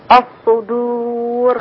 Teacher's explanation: الدال رقيقة لا تأخذ تفخيم الصاد